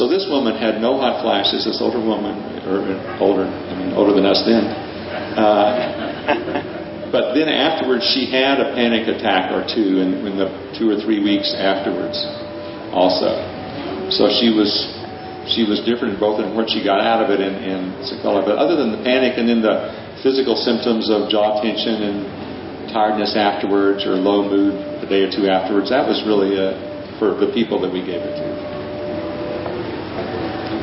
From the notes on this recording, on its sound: their 2006 Palenque Norte lecture at Burning Man